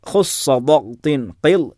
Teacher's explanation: നാവ് മുകളിലേക്ക് ഉയരുകയും ശബ്ദം ഉയരുകയും അണ്ണാക്കുമേൽ നാവ് സ്പർശിക്കുകയും ചെയ്യുന്നു. അപ്പോൾ അതുകൊണ്ട് അക്ഷരത്തിൻ്റെ ഉച്ചാരണം കട്ടിക്കൂടിക്കൊണ്ടാണ്, ശക്തമായിട്ടുകൊണ്ടാണ് നമുക്ക് അനുഭവപ്പെടുന്നത്. · Term: ഹുറൂഫുൽ ഇസ്തിഇലാഇ